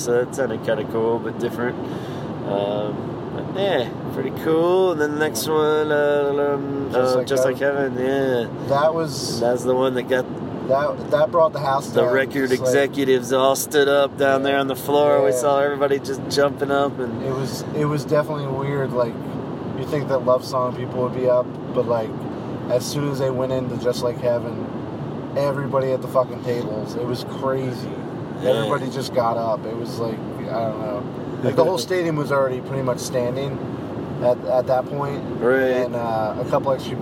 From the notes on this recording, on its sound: Hop in the car & ride along!